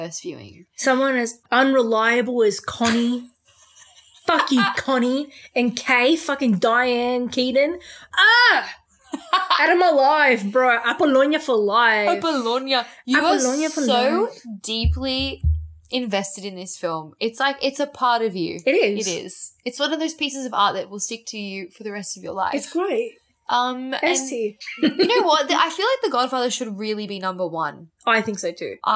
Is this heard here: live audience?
no